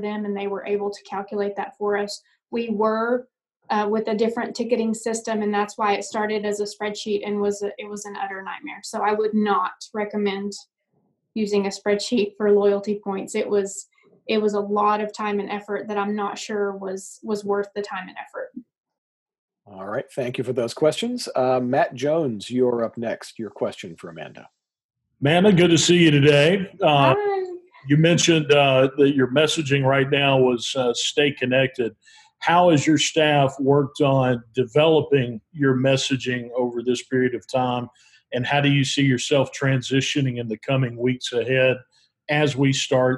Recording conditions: video call